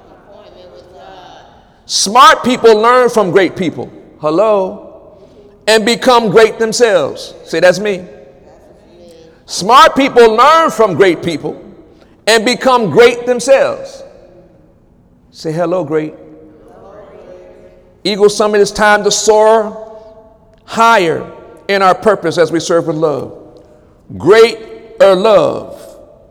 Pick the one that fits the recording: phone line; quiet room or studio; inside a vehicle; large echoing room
large echoing room